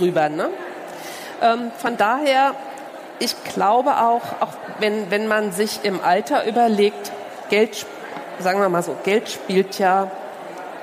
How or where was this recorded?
busy venue